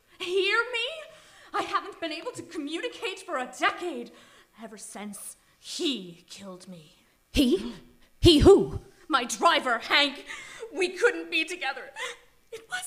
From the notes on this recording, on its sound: It was recorded live on September 13, 2022 at St Lawrence Arts in Portland Maine. Recorded Live at St Lawrence Arts in Portland, Maine.